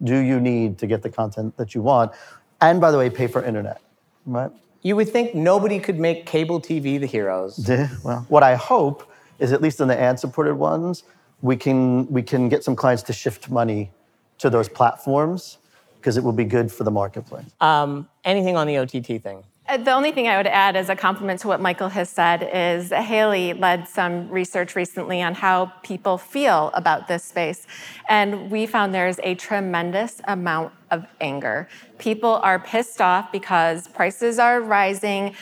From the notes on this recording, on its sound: During Advertising Week, Carat and Google invited 100 agency and client leaders to come together to hear a state of the industry and predictions for 2020. For the first time we took the pod LIVE.